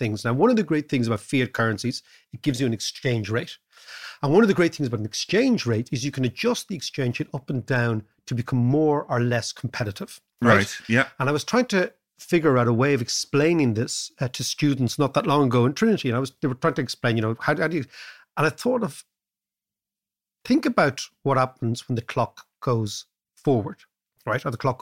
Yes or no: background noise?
no